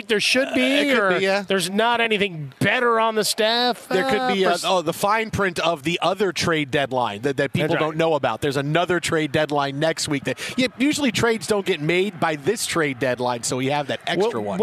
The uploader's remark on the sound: joins the show live from radio row